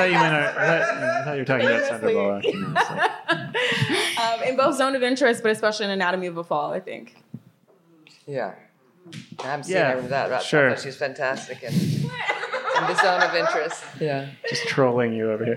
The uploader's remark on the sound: Our annual live overview of the NYFF that was. In front of a lively audience.